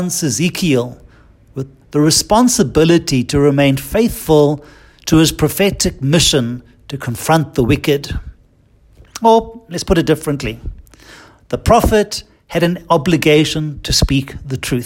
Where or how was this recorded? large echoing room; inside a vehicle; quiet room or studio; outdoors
large echoing room